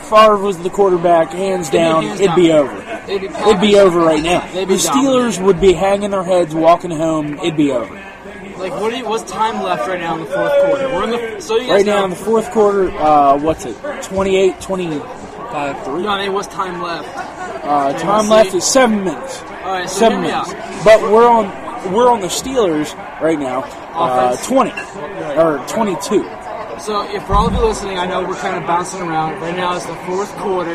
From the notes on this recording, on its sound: LIVE from Glory Days.